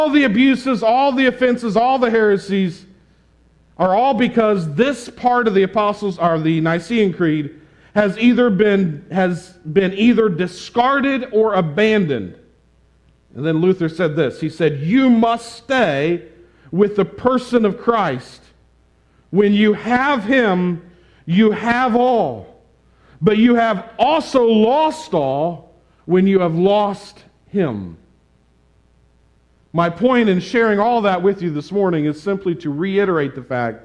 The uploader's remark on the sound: This sermon on Luke 3:21-38 was preached at the Tarrant Bible Methodist Church on March 6, 2022.